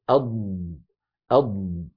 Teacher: الجريان الأول للصوت بمعنى امتداد الصوت أض، هذا الجريان للصوت هو الرخاوة